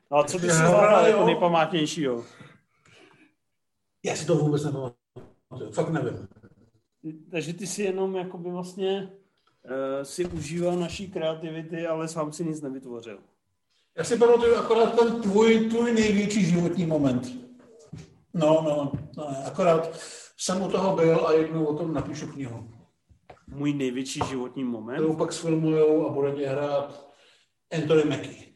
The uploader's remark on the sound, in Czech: Tenhle pokec vzniknul jako after párty jednoho z MovieZone Live. Zapomněl klukům vypnout Zoom.